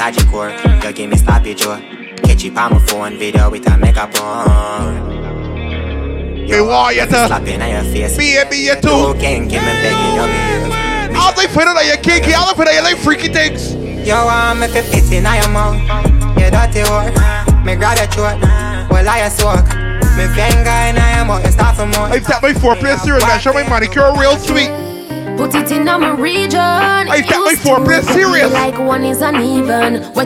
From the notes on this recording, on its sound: LIVE AUDIO FROM IMPROMPTU. BIRTHDAY PARTY (INVITE ONLY) BARBADOS.